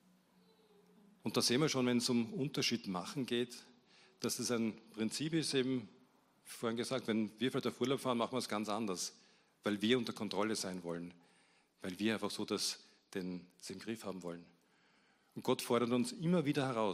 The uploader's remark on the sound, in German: Gottesdienst live aus der LIFE Church Wien.